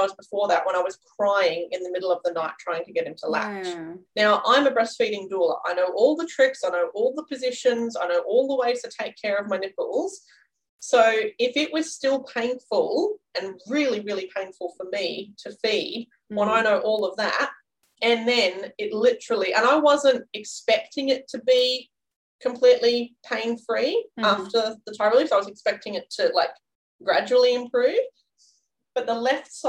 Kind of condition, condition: link, video call